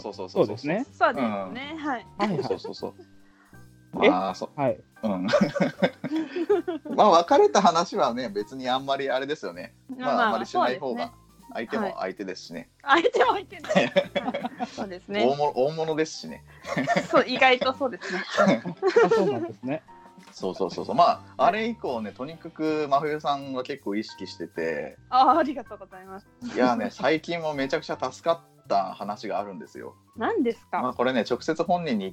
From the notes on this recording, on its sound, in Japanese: 初のスカイプ収録なので音量バランスとかどうなってるか不安です。